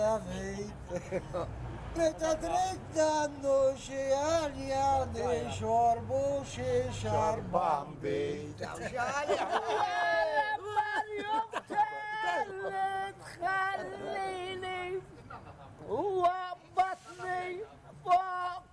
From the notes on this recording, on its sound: Old men singing Maltese folk songs outside a cafe. This is a a chance recording of two old men singing folk songs for my mother when we took her to see the town where she was brought up.